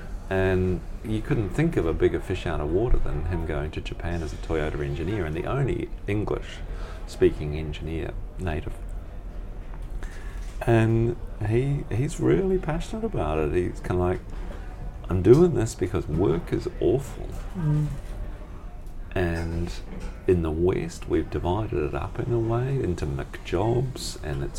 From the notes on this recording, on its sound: in literally the smallest cafe in Melbourne